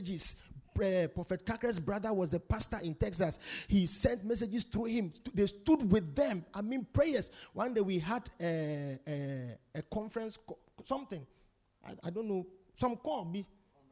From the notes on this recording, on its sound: Preached at The Supernatural Encounter Service.